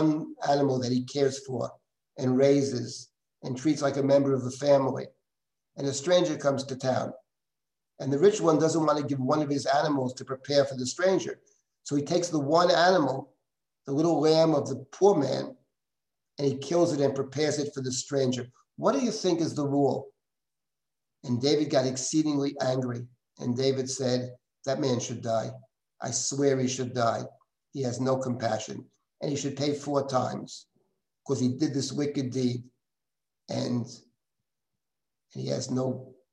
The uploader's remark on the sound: This audio was originally captured from Zoom